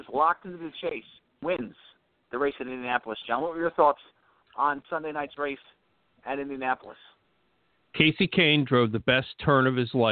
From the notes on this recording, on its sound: we'll take some phone calls